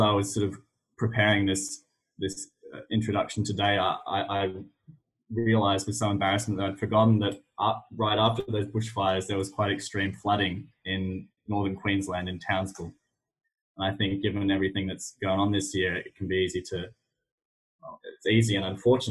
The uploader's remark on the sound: This event was held via Zoom on Monday 2 November, 2020.